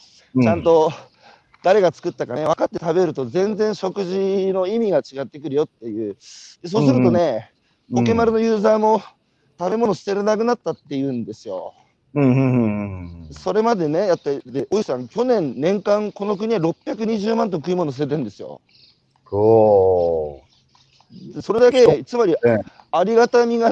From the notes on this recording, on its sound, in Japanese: 歩きながら1時間、対談する